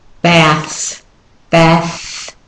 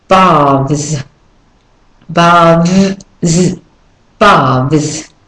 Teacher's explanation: in the American way of saying it, the T-H is unvoiced. · Shown in: first take